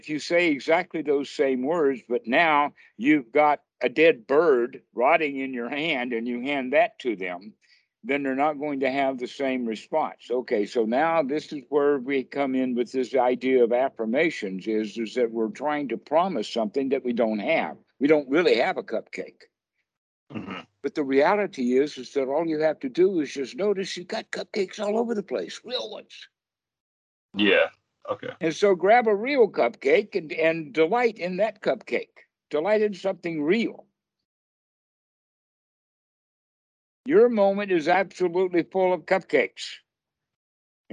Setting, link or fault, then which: link, video call